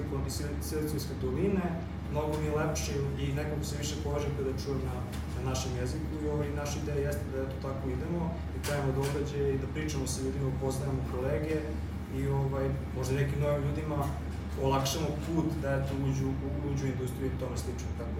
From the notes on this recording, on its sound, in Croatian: Panel diskusija u Sarajevu. Kompaniji Hulksapps u čijem smo prostoru bili i svima u publici. Audio oprema nam je zakazala u sred govorancije, tako da je zvučni zapis sa kamere.